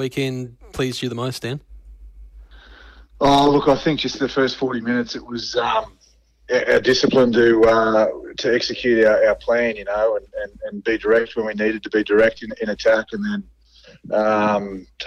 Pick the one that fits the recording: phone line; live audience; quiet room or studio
phone line